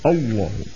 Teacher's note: يفخمون الهمزة بمجاورتها باللام المفخمة من كلمة الله